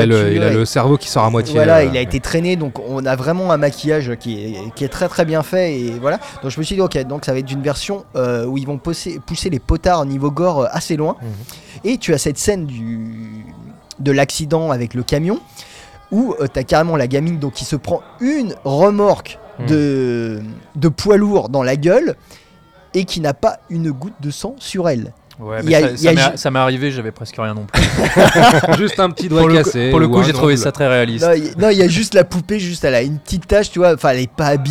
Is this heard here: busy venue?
yes